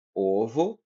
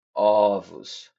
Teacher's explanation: Um dos aspectos interessantes do plural é que, em alguns casos, a palavra poderá mudar em sua pronúncia ao pluralizá-la. Exemplo: ao pronunciar a palavra ovo no singular, o som da primeira vogal é fechado. Porém, ao pluralizá-las, teremos o som aberto, que seria ovos.